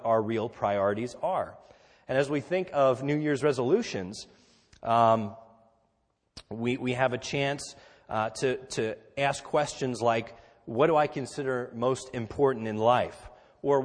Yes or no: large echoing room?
yes